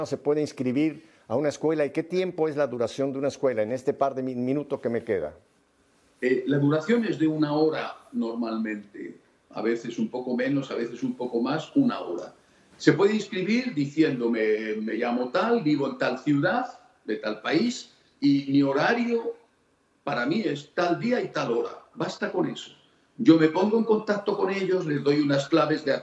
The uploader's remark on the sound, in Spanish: en este enlace virtual desde Houston, Texas